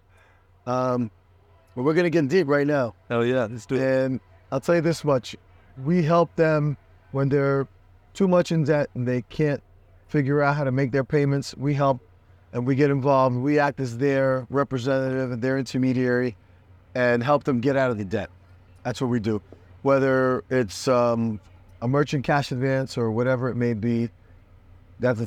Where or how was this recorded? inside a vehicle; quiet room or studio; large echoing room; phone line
inside a vehicle